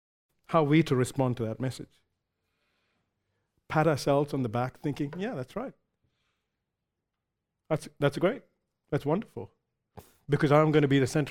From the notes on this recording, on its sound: recorded live at Grace Community Bible Church